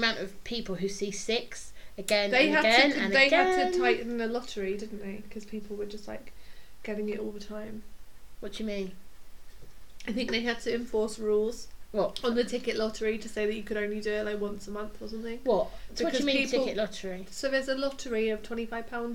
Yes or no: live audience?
no